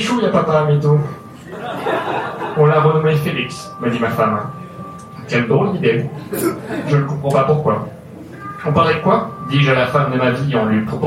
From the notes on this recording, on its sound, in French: Enregistré en public et en direct au One More Joke.